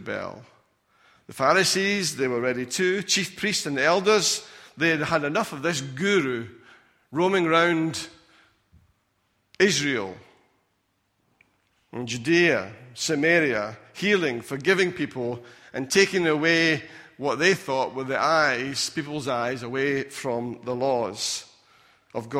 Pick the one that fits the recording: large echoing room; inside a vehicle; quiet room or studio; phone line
large echoing room